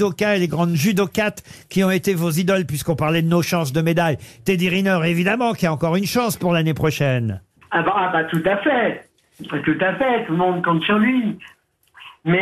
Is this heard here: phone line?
yes